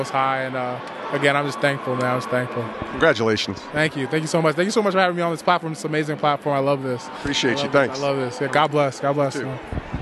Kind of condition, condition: setting, busy venue